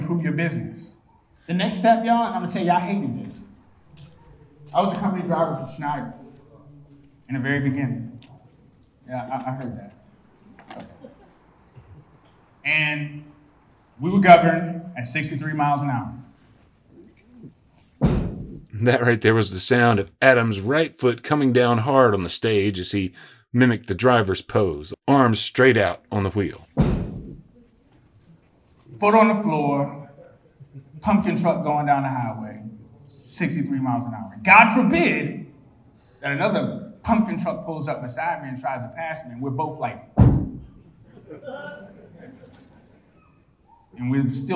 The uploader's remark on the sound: Talk early on the last day of the Mid-America Trucking Show Saturday, April 1. In the audience. More from my talk at MATS.